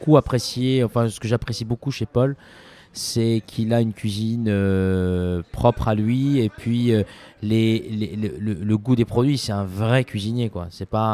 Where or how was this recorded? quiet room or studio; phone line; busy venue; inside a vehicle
busy venue